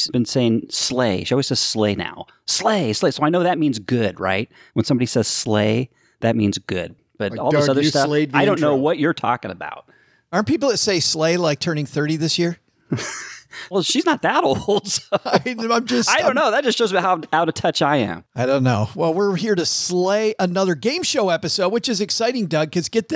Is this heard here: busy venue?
no